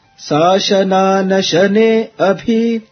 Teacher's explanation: If you see this particular word taken from Purushasuktam, all the letters Sashana Nashane, all these letters actually carry the downward intonation, low pitch intonations